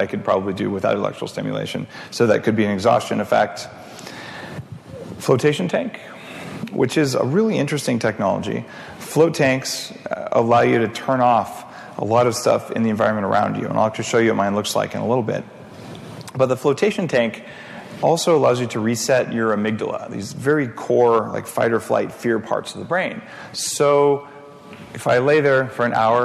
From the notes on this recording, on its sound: Sleep, Sex & Tech at the Bulletproof Conference. We take a look at a couple of conversations that took place during last year's Bulletproof Conference.